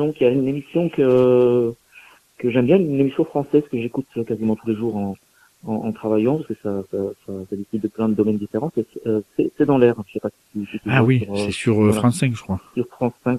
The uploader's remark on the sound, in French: qui reçoit par téléphone